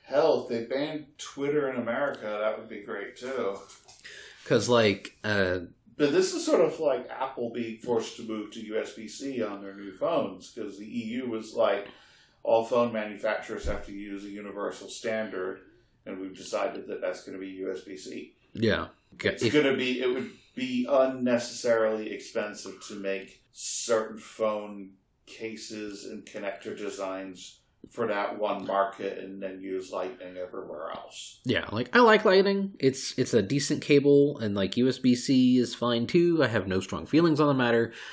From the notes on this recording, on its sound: Since we recorded with a solo mic.